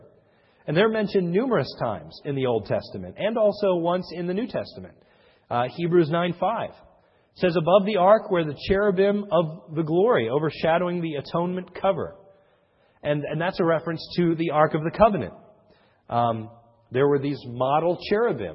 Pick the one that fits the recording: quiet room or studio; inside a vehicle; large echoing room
large echoing room